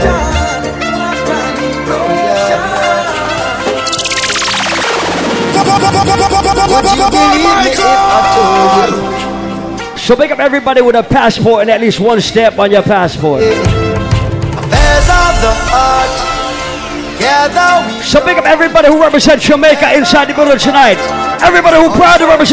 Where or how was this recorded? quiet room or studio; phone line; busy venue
busy venue